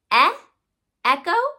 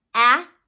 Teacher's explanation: my mouth is just a little bit more open for ah · Shown in: second take · but they're really similar. · Term: short A